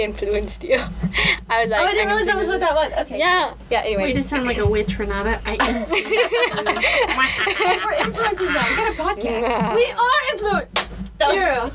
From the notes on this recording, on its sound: apologies for the weird fuzzy sound